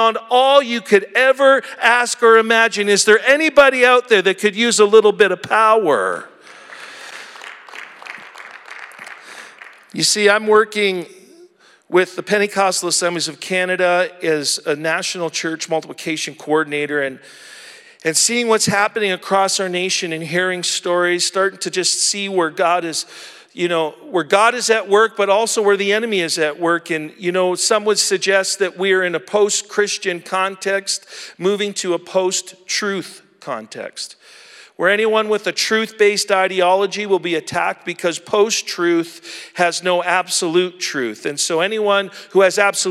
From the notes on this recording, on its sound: at our April 2023 Edmonton Gathering at Ellerslie Road Baptist Church